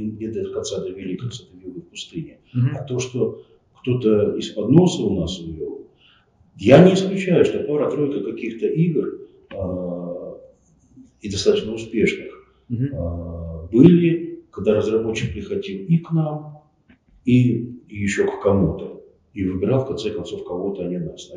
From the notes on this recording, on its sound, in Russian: По техническим причинам звук у подкаста своеобразный, но это вообще первое моё очное интервью, так что извиняйте.